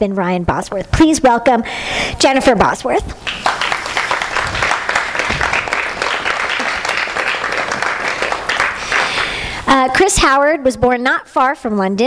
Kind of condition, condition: setting, live audience